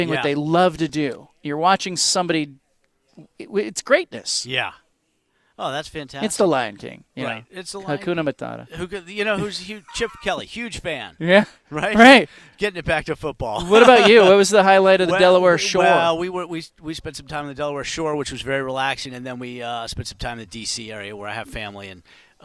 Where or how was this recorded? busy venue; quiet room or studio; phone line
busy venue